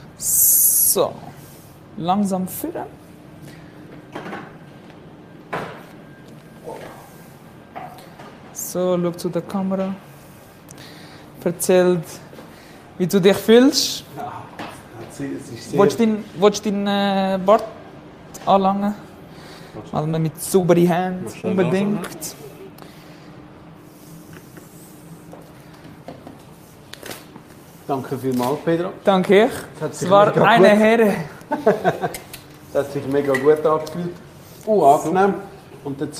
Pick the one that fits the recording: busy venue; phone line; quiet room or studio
busy venue